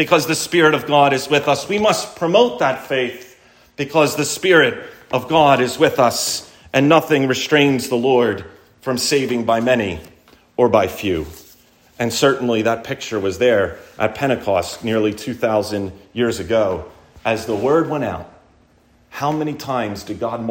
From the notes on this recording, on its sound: Recorded at Landis OPC